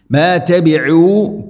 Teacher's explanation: ഐൻ തൊണ്ടയുടെ മധ്യഭാഗം, ഐനിൻ്റെ മഖ്റജ്